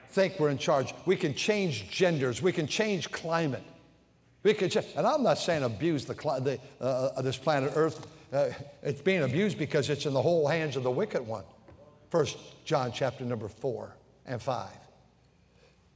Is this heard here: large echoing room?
yes